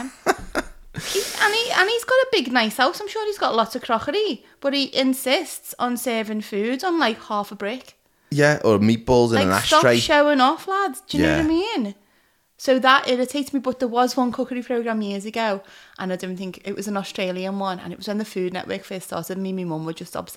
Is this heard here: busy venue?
no